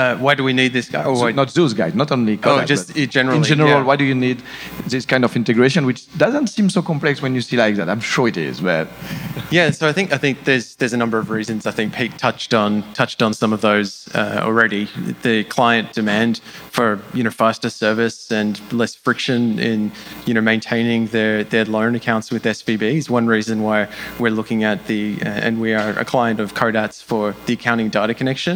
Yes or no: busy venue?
yes